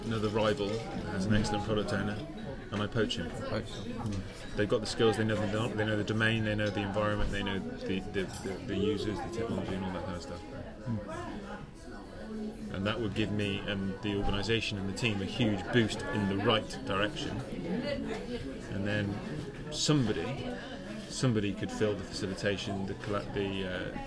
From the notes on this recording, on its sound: The Owain Glyndwr, Cardiff, UK. We stopped by a pub in the centre of name.